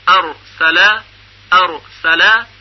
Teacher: تکریر به معنی تکرار و رفت و برگشت سریع هست. در هنگام تلفظ حرف را سر زبان با سرعت شروع به ارتعاش و لرزه میکنه. یعنی وقتی میگوییم مثلا ارسل ارسل، برای تلفظ را سر زبان چندین بار با سرعت زیاد به لثه دندانهای ثنایای بالا برخورد میکنه و کنده میشه. · یعنی وقتی میگوییم مثلا ارسل ارسل، برای تلفظ را سر زبان چندین بار با سرعت زیاد به لثه دندانهای ثنایای بالا برخورد میکنه و کنده میشه. ار ار ارسل ارسل، به این حالت تکریر گفته میشه.